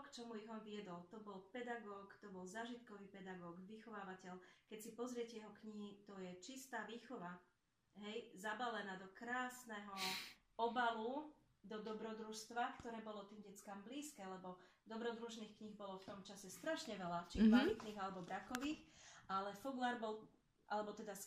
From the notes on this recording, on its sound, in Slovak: Za kvalitu zvuku sa ospravedlňujeme, epizóda bola nahrávaná na diaľku.